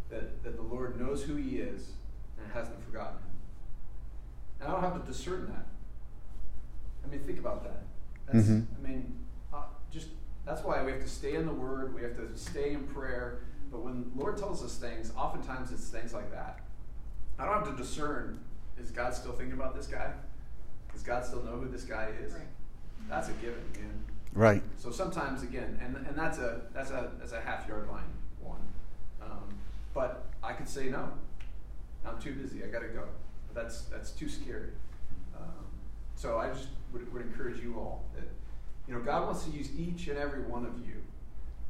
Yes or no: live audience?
yes